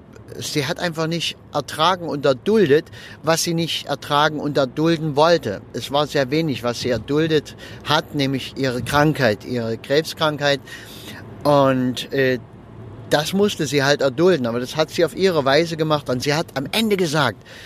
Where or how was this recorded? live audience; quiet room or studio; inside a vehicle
inside a vehicle